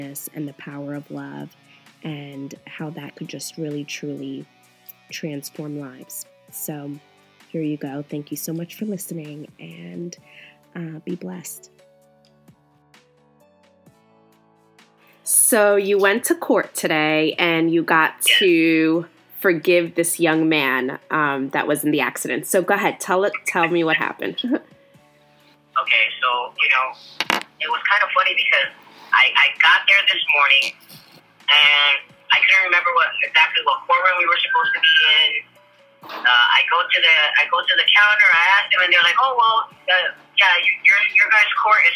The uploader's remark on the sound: our raw phone conversation after he came out of the courtroom